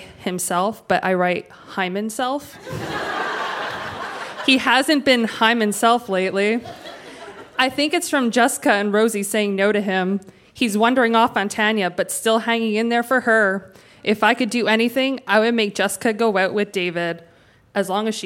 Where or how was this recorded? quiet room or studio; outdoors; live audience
live audience